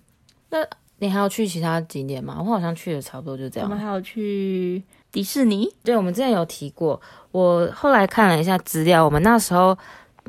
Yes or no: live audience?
no